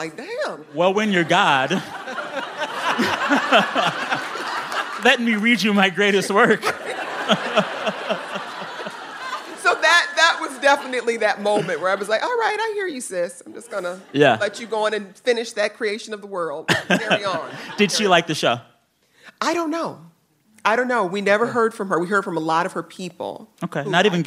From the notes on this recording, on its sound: Live on stage at Chicago's Old Town School of Folk Music in partnership with WBEZ.